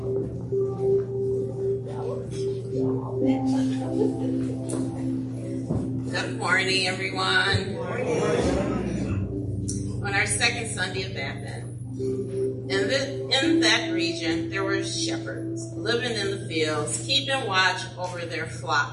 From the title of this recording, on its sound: Praise and Worship Service